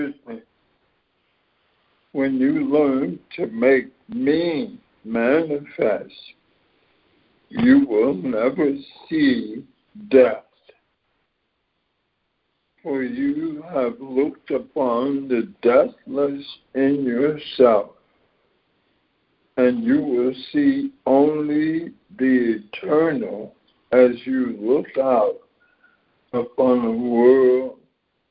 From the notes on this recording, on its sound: ACIM Daily Conference Call.